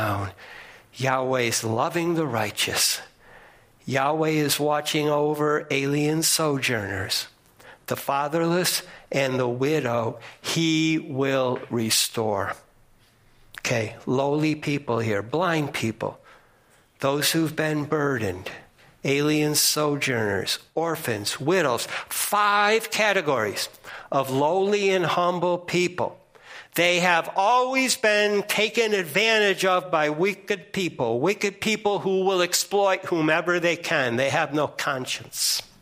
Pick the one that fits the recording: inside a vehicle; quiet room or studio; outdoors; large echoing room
large echoing room